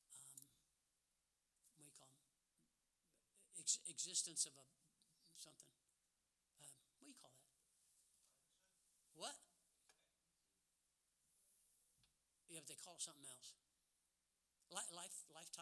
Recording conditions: large echoing room